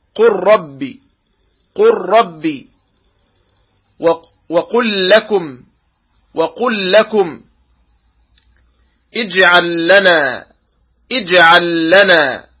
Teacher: وتدغم اللام إذا أتى بعدها حرف اللام والراء، وتظهر مع باقي الحروف · Term: الإدغام